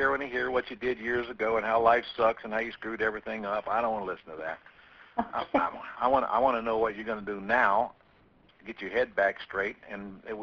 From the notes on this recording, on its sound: 2014-06-09 Q&A Call